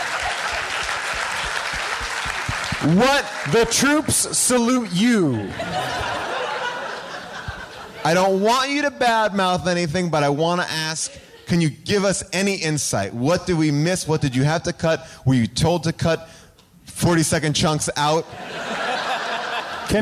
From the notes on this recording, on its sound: Recorded LIVE at Largo in Los Angeles